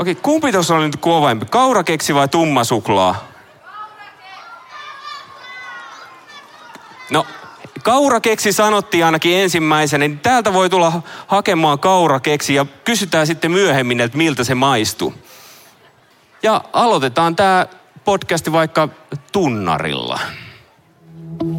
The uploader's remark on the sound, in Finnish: Kansanlähetyspäivillä 2023 yleisön edessä äänitetty jakso.